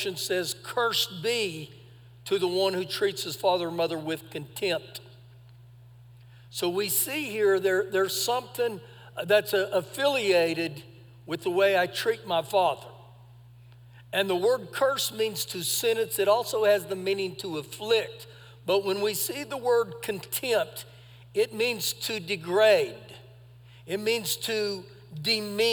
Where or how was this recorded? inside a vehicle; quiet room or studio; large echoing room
large echoing room